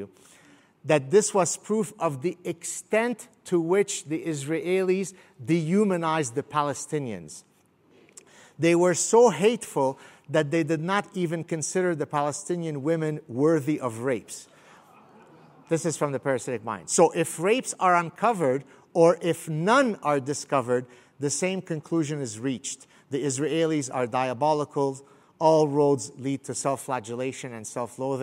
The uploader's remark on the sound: I delivered this talk at the Steamboat Institute's Summit on Foreign Policy and Global Security.